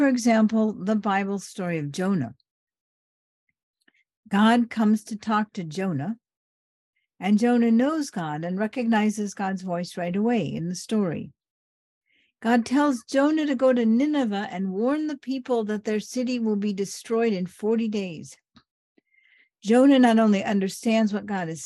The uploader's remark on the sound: This talk was given via Zoom to the students at Trinity Western University.